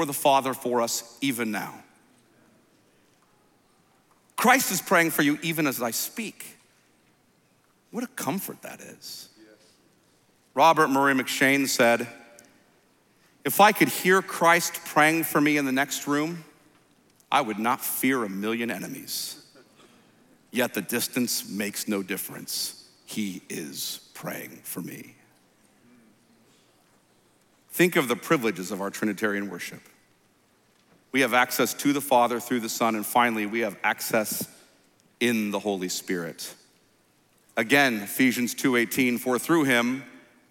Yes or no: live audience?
yes